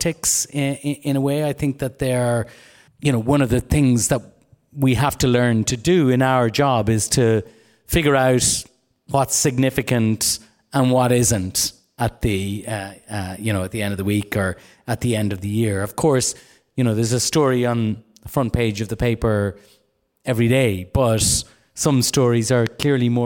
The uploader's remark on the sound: They did so in front of a live audience in Dublin.